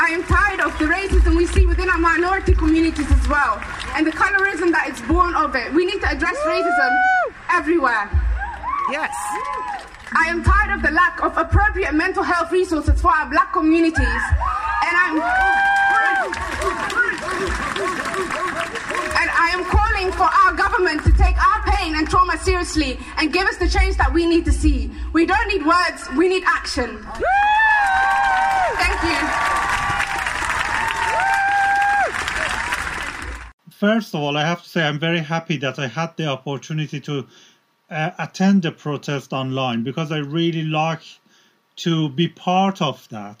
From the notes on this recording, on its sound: Black Lives Matter Protest Bristol June 2020 - Speeches. Decided to organise a small protest not expecting more than a few hundred people. I have managed to collage some of the amazing speeches.